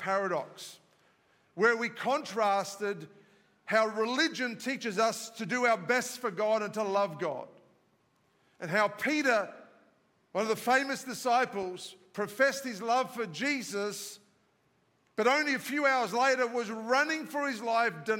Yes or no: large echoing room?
yes